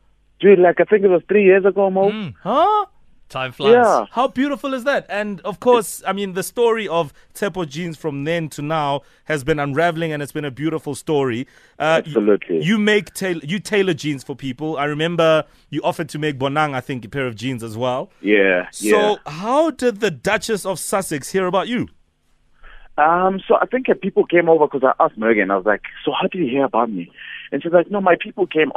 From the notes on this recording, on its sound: PHONE INTERVIEW